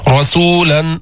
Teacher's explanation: رسولا فخمنا الراء لأنها مفتوحة